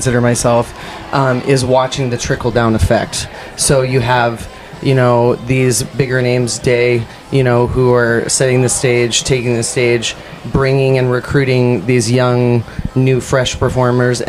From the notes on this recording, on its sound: Comedians/ performers talk right BEFORE taking the stage to perform. This episode was recorded Aug 25, 2023 | 30 minutes before a show at Mason City Brewing (Mason City, IA).